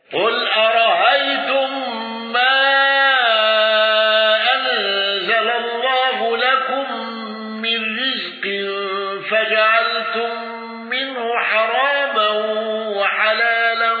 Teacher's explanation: قالون بقصر المنفصل وسكون ميم الجمع والغنة، ولا يأتي التسهيل على هذا الوجه.